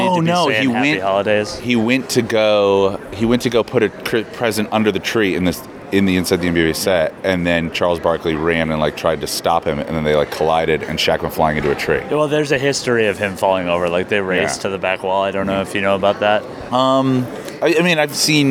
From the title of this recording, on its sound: at Game Developers Conference 2016